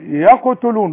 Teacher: اما القاف لازم تقلقل